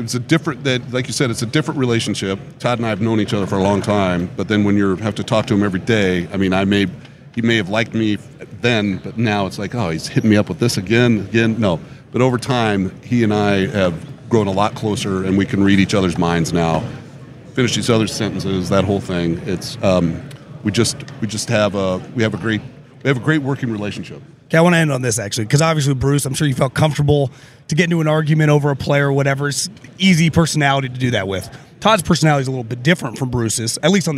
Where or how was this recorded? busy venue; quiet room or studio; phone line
busy venue